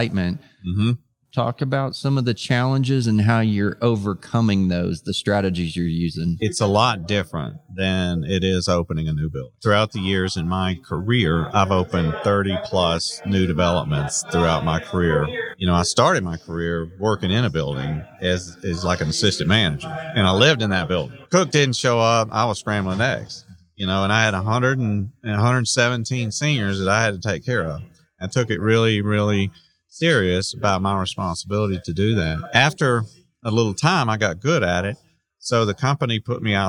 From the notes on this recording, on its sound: This episode was recorded at ASHA Mid-Year Meeting.